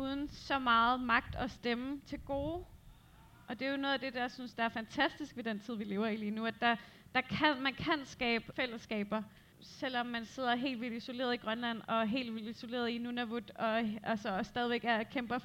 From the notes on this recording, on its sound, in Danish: Podcasten er en liveoptagelse af en samtale. Samtalen blev til på dette års Roskilde Festival i sommers.